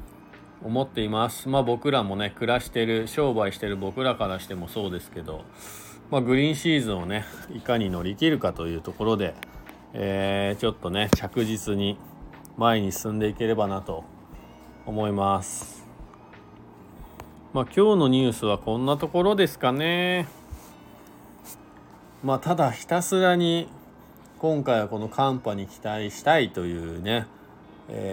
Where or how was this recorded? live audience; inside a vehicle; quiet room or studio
inside a vehicle